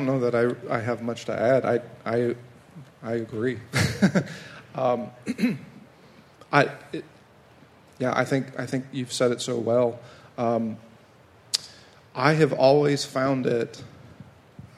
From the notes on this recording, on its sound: a live Q&A session